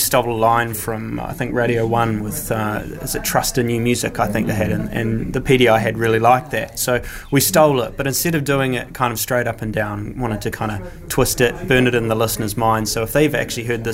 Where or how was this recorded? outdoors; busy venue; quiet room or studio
busy venue